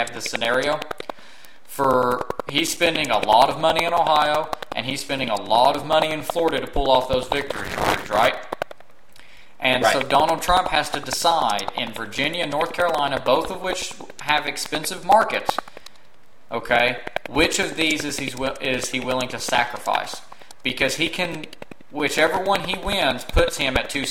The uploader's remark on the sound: Once again messed up during recording and did not notice a problematic audio flaw in the recording that is resent in the majority of the episode (a constant popping sound).